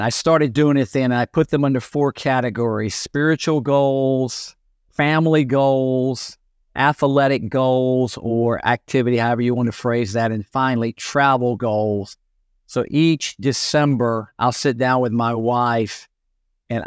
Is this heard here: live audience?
no